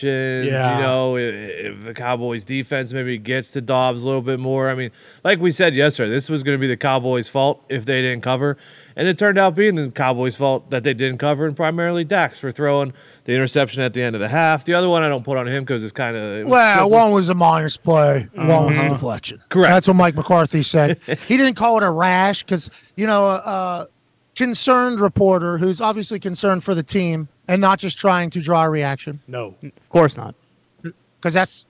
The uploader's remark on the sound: joins the show live from a Sprinter Van on his way to Atlanta